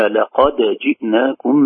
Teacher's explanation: لابد أن نظهر حرف الدال بقلقلته قبل الجيم